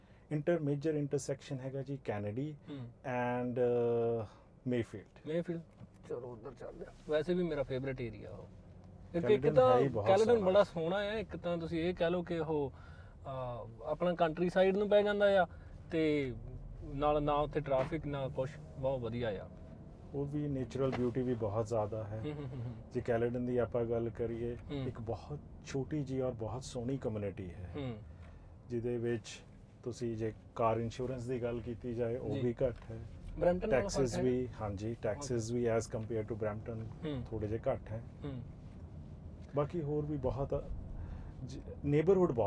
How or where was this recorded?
inside a vehicle